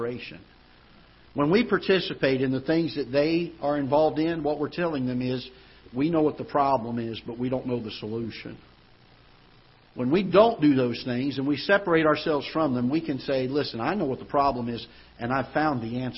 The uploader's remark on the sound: Ketha Heights Baptist Church ~ Live Broadcast